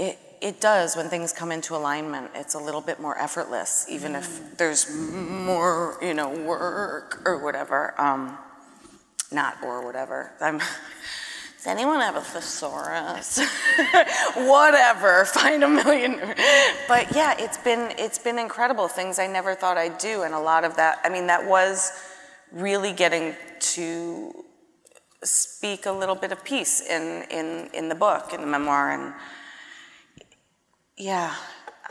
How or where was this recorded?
live audience